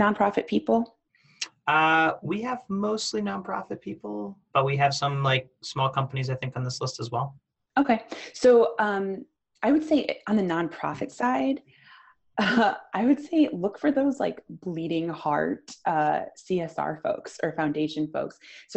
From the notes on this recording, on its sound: Recording from the Cause Marketing webinar